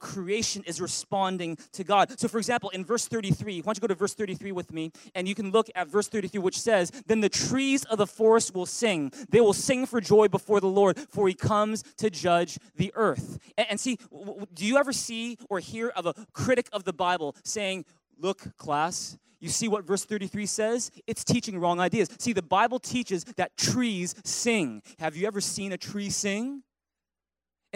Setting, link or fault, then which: setting, large echoing room